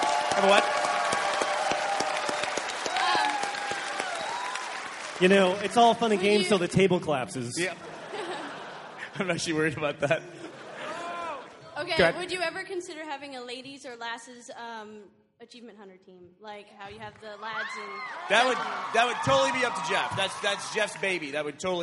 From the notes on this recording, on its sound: RT does it live from RTX 2013!